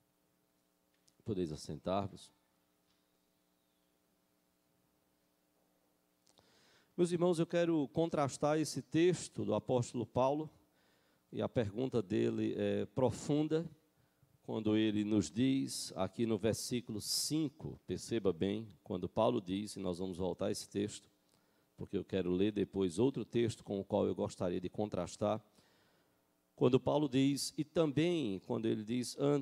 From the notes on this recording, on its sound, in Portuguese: Culto matinal(9h) presencial e transmitido ao vivo